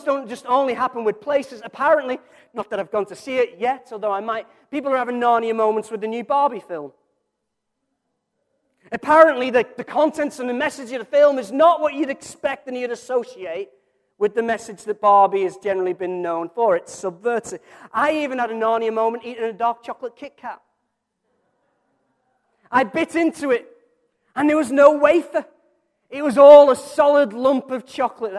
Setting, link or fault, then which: setting, large echoing room